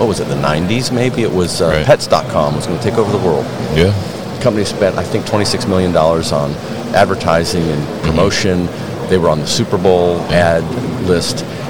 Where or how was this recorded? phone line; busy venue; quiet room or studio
busy venue